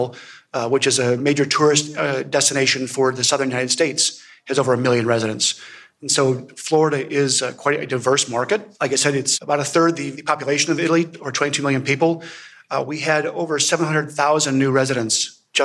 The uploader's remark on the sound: We present the session recordings from the wine2wine Business Forum 2023. Recorded during the Forum held in Verona in November 2023. Wine2wine Business Forum is an international wine business event, held annually in Verona, Italy since 2014.